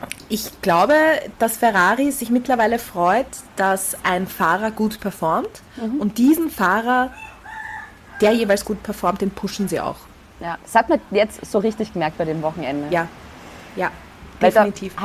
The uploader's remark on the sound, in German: Hintergrundgeräusche gibts oben drauf